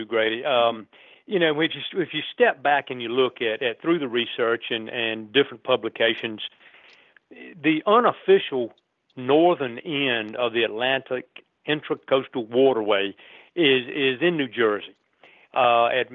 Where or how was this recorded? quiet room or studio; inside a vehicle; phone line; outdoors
phone line